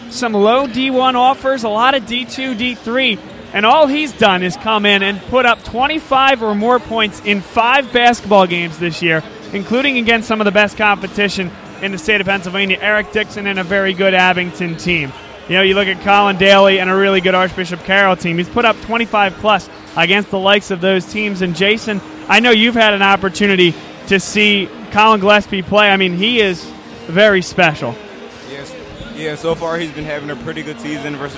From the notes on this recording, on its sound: The Dunphy Ford Pregame Show live from Arcadia University as La Salle takes on Archbishop Wood in a PCL basketball matchup.